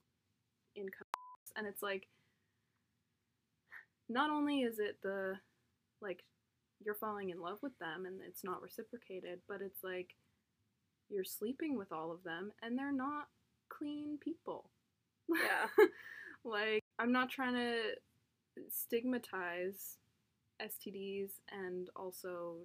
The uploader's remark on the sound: Apologies for audio quality and subsequently poor editing.